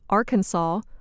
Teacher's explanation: The pronunciation Arkansas follows the French custom of not pronouncing the final S.